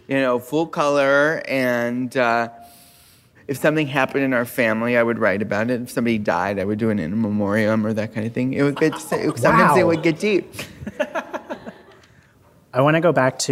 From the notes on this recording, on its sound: This week's episode was recorded live at the Now Hear This podcast festival.